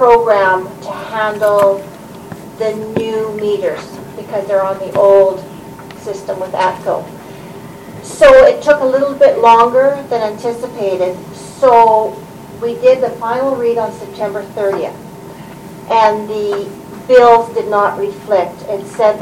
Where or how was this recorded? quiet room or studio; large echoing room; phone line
large echoing room